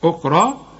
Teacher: الخاء برضو مفخمة، في رابع درجات التفخيم لكن مفخمة، واخد بالك اللي عليها السكون أخرى، طبعا الراء مفخمة وبعدها المد بتاعها برضو يبقى مفخم أخرى.